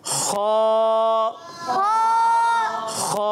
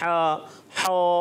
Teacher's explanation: خا کی ادائیگی جو ہوتی ہے نا، یہ حلق کے اوپر والے حصے سے. · Shown in: first take